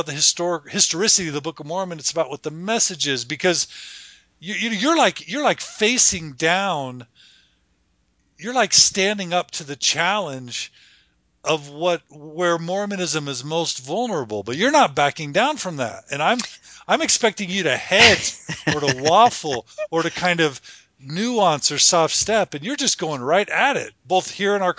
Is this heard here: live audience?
no